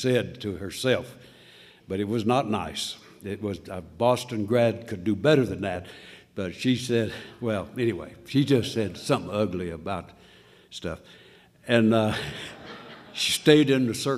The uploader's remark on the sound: at the State Line Conference in Nevada in 2006